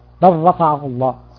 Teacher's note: بل رفعه الله، اللام تدغم بالراء